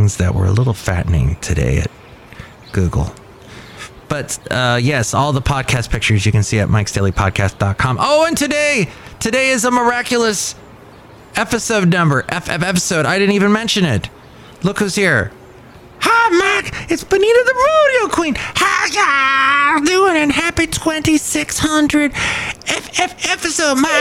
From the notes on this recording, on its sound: podcasts live from Café Anyway